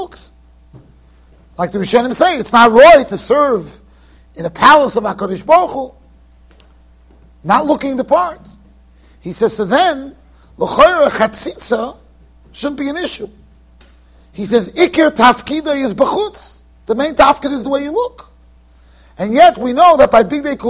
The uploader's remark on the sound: Shiur recorded in Yeshivas Ohr Reuven, Monsey NY.